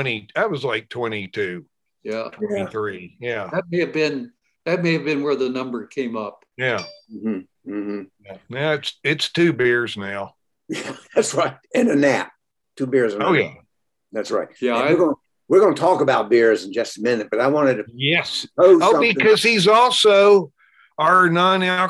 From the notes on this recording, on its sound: episode recorded via Zoom